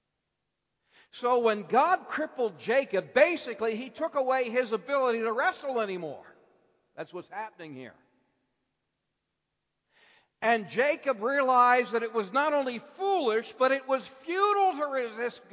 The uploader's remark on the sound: Bible Conference Evening Service